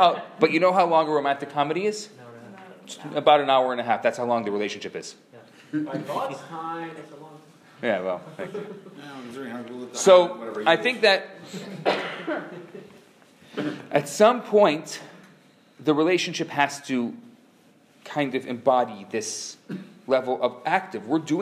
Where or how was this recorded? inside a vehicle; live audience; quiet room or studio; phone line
live audience